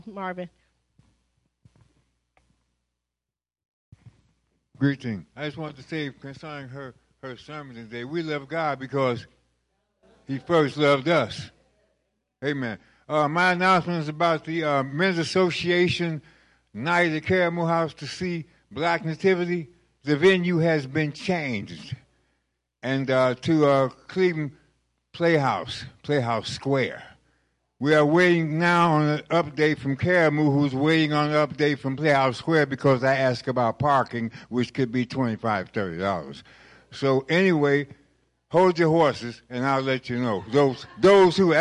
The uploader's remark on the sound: Praise and Worship Service